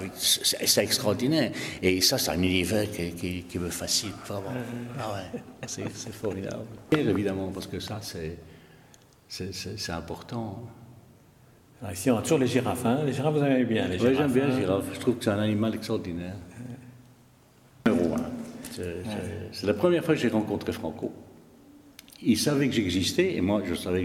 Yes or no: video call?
no